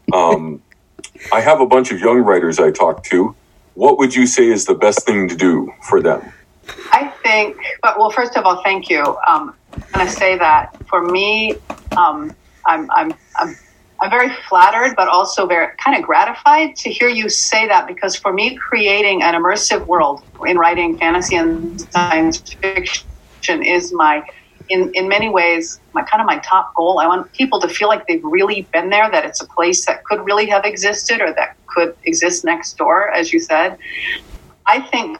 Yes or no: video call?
yes